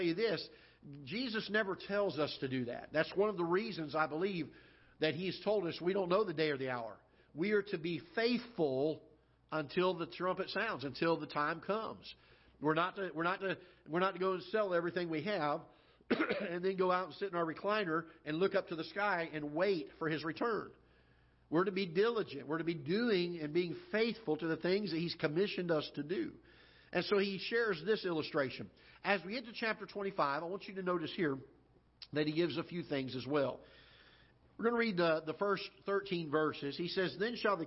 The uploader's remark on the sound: Ketha Heights Baptist Church ~ Live Broadcast